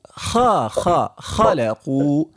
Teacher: حرف مفخم تفخيما ناشئا عن استعلاء، عن صفة الاستعلاء وليس عن صفة الإطباق